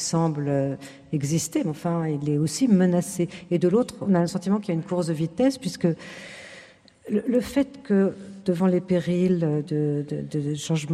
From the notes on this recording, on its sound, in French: En direct et en public aux Subsistances à Lyon